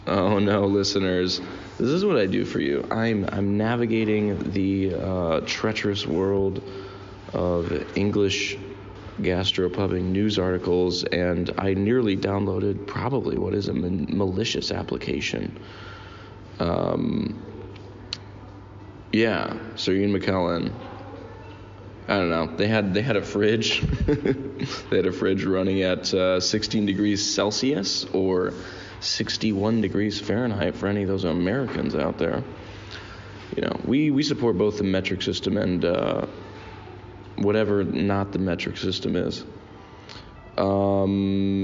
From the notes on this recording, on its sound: Recorded this one in a Burger King in Trondheim, Norway.